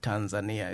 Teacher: Swahili always is a stress language, but the stress is always penultimate syllable. Second to the last syllable.